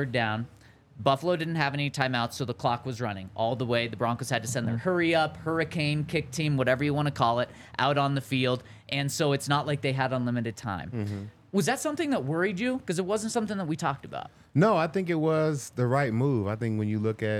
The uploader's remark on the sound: coming to you LIVE from the DNVR Bar